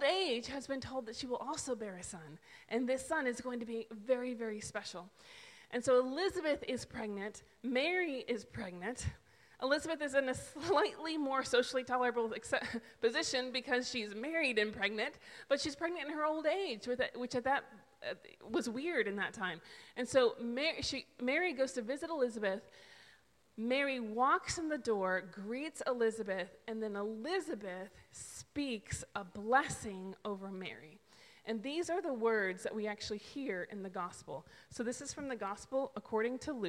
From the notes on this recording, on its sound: This is the sermon audio taken from December 5th's worship service.